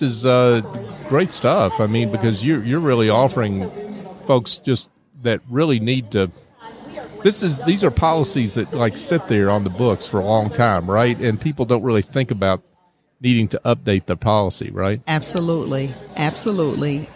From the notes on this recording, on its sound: LIVE from SOAHR 2023